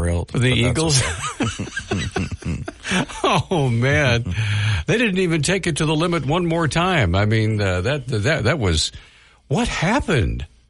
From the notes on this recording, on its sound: We had open phones during the first few segments